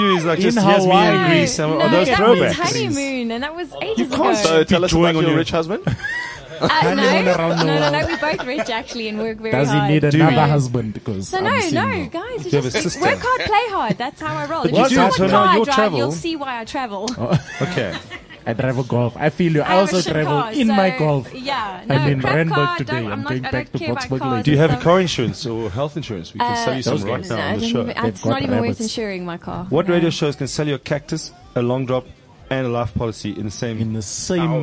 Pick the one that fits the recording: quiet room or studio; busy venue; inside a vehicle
busy venue